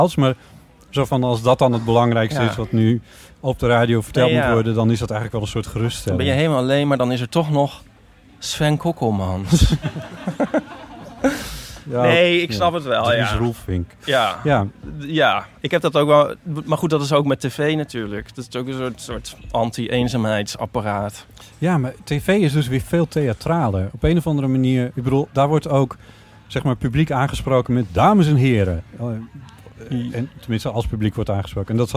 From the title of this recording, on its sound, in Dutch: LIVE vanaf het Podcastfestival in de Tolhuistuin in Amsterdam